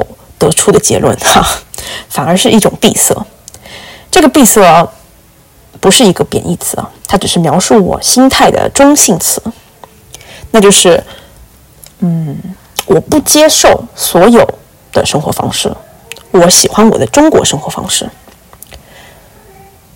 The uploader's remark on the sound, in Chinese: 我没有带我的小话筒回国。这期播客的音质有点差，因为是我用手机直接录制。